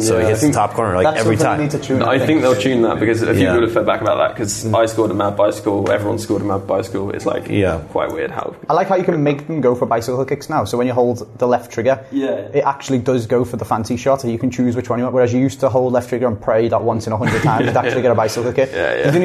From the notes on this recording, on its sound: Live from the FIFA19 Capture Event